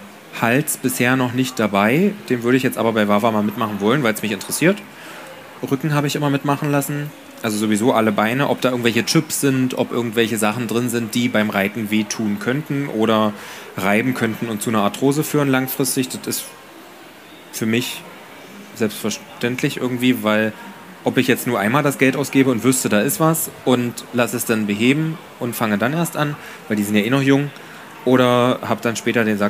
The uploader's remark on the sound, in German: Live Aufgezeichnet in Leipzig als erster Podcast überhaupt auf der Partner Pferd